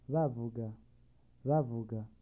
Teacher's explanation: A short, high tone